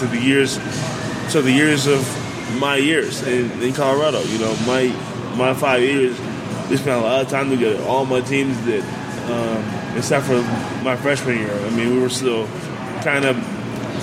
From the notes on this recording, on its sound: which was recorded at GQue BBQ